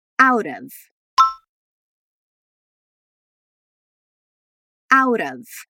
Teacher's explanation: When we say out of in a sentence, we're going to link the two words and make one sound, out of. It's going to sound like there's a V there.